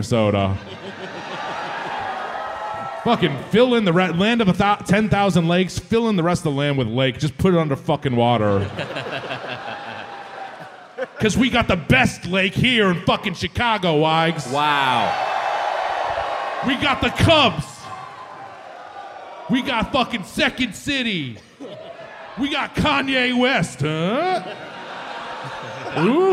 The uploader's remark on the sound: Recorded live at The Riviera Theatre in Chicago on June 24, 2023.